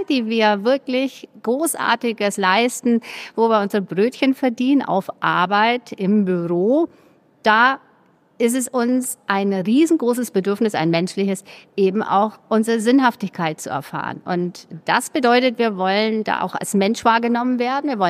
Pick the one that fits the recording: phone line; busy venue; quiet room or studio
busy venue